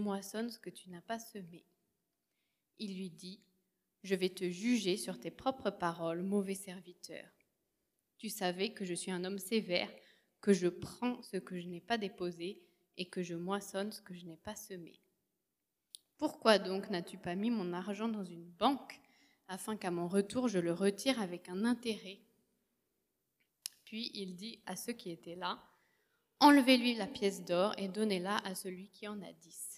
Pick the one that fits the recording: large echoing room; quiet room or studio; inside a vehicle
large echoing room